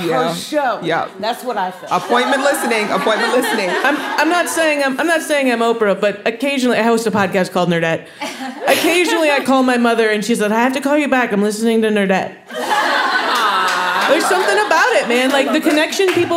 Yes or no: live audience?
yes